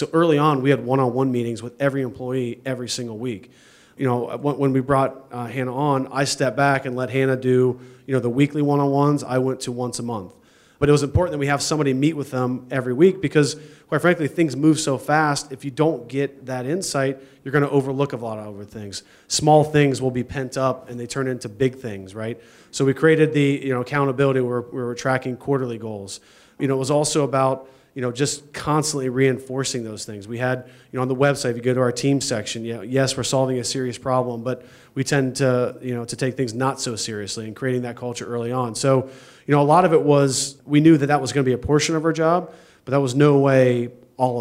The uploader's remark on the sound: This is the audio recording from the live event